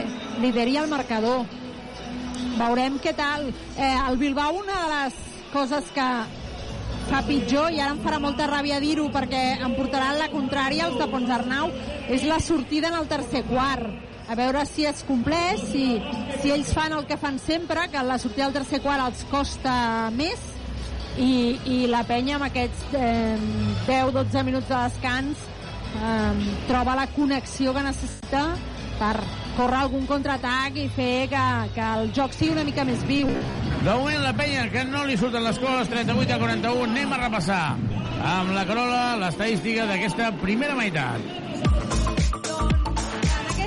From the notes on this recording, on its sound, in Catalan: Transmissió en directe del partit Joventut vs Surne Bilbao.